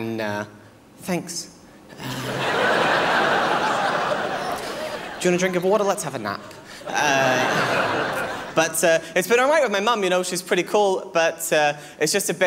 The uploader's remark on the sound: 2009 Melbourne International Comedy Festival Gala